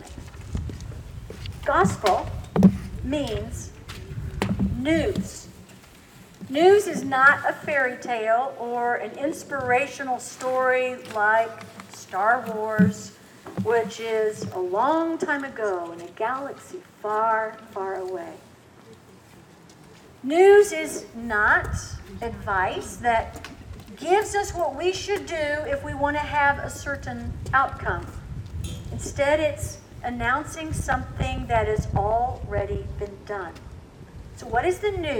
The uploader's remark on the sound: Recorded outside (please forgive some wind sounds and flying pages of music!). Coming to you from Old South Presbyterian Church in Newburyport, MA.